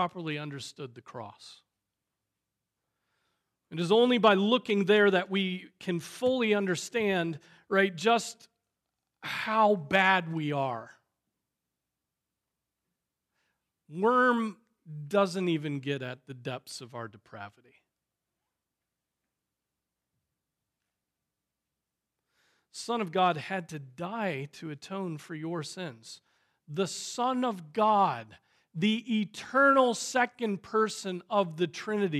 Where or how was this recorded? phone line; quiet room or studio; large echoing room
large echoing room